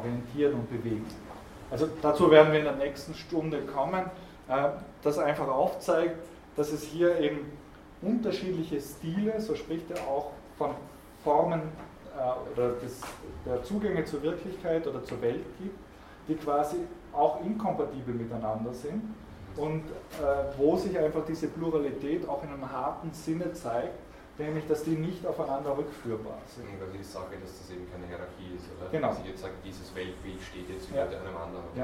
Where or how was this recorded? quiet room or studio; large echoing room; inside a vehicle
large echoing room